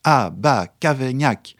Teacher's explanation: C'est moins joli parce qu'il faut deux syllabes accentuées qui se suivent.